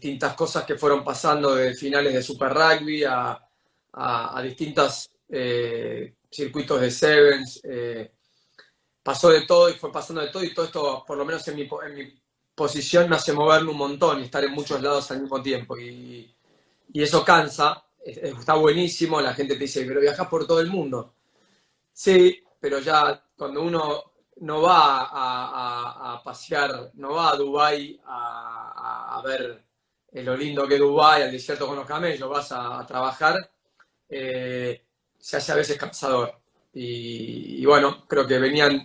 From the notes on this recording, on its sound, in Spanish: entrevistar por instagram Live